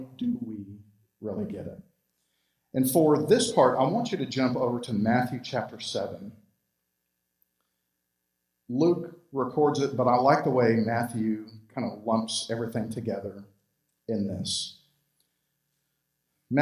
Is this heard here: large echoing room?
yes